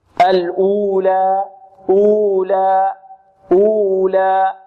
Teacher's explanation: هنا الألف تمد بمقدار كم؟ مقدار حركتين